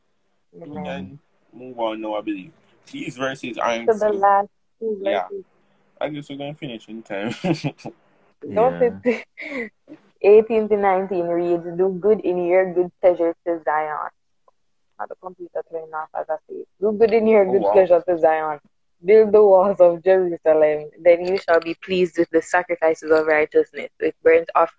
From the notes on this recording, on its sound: part 2 of an Instagram live stream